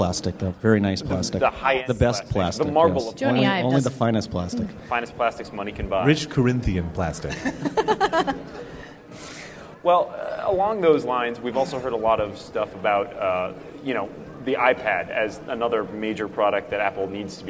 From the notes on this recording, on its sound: A panel at Macworld|iWorld 2013